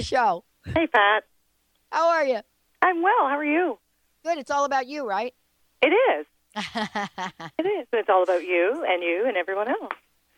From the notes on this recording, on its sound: Another FULL call-in show